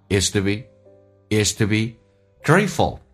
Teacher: to 说成 t， be 长元音说成短元音 be，降调来发 isto be， is to begrateful， is to be gratefulfor，不被强调说成 for，点一下 gratefulfor，grateful